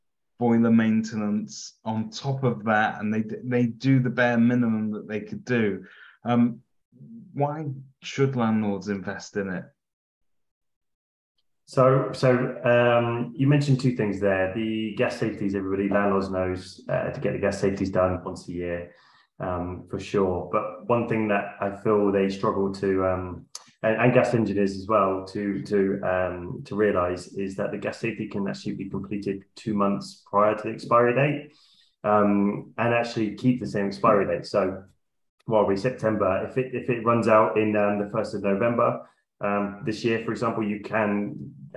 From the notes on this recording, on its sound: The podcast is a recording of the webinar